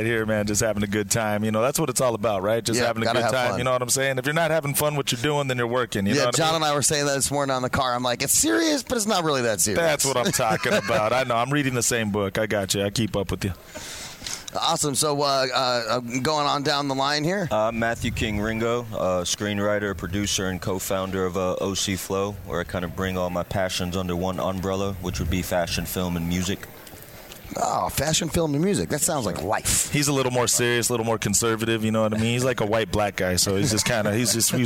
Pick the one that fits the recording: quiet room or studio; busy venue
busy venue